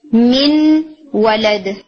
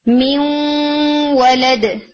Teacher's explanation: غنہ کے اعتبار سے جو ہم ڈسٹریبیوٹ کرتے ہیں حروف کو، میں یہ ہوتا ہے کہ اگر نون ساکن یا تنوین کے بعد یرملون میں سے یومن حروف آ جائیں، یا واؤ میم نون یہ فور لیٹرز آ جائیں، تو نون ساکن اپنے سے بعد میں آنے والے حرف کے ساتھ مرجنگ غنہ کے ساتھ کرتا ہے، نیزل ساؤنڈ آ رہی ہوتی ہے